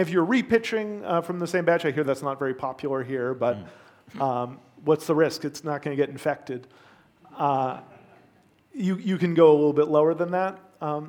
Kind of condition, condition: setting, live audience